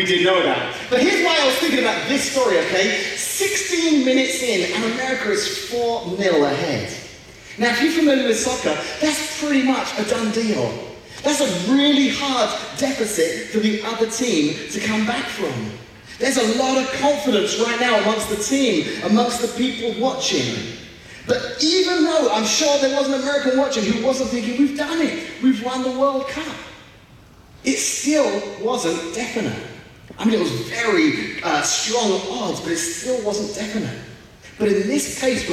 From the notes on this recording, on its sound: We apologize for the poor audio quality of this podcast